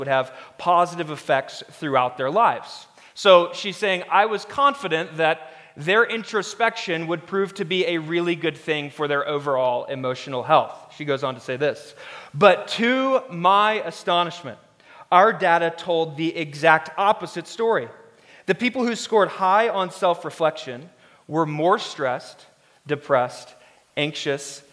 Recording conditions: large echoing room